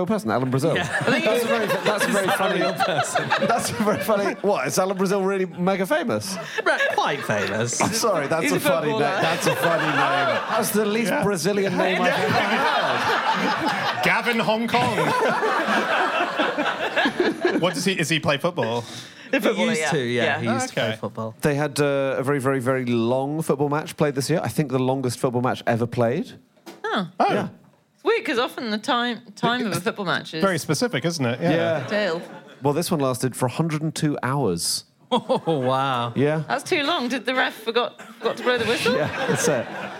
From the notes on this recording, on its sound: live from the Soho Theatre